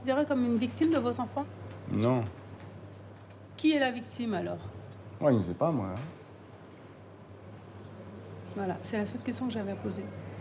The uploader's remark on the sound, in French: Exceptionnellement, l’enregistrement des audiences que vous allez entendre a été autorisé.